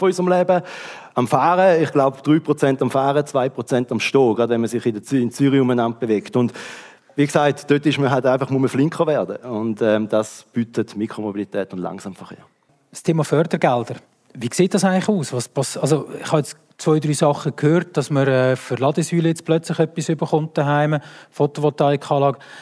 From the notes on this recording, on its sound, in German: Live-Aufzeichnung von der E-nova. Live-Mitschnitt. Von der Eröffnung der E-nova am 29. Juni 2023 in Zürich.